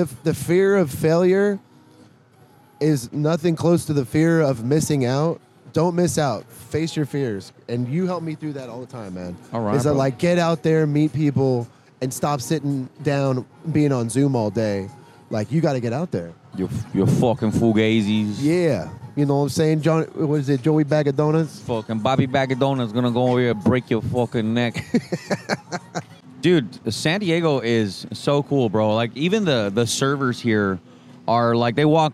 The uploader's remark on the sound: come to you live from Fig Tree Cafe in Downtown San Diego